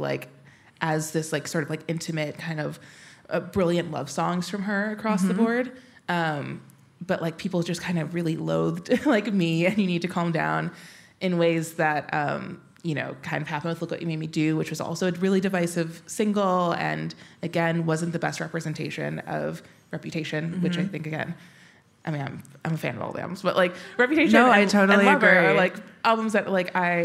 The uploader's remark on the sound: This event was recorded on Tuesday 13 February 2024 at The Wheeler Centre.